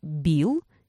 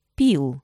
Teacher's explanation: Когда вы начинаете произносить гласную, то есть когда голосовые складки начинают издавать звук «и». Произнося слово «бил», вы включаете голос почти сразу. Однако при произнесении слова «пил», между тем, как ваши губы раскрываются и тем моментом, когда вы начинаете произносить гласный звук, имеется очень короткий промежуток времени.